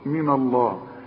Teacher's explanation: لما تيجي تنطق من الله النون بتتخن معاك